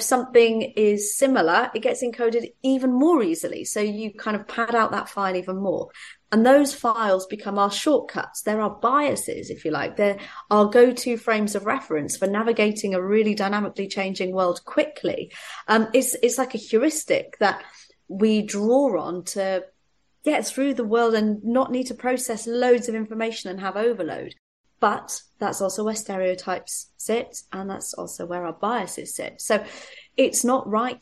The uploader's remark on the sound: got on the Zoom